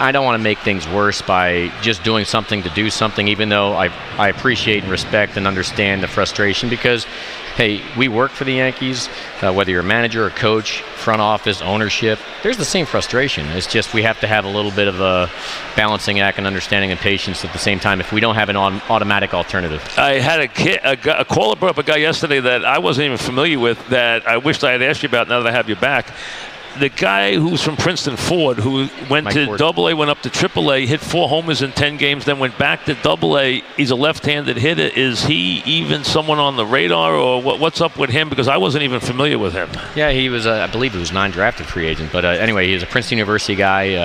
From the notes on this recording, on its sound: live at Grand Central Teriminal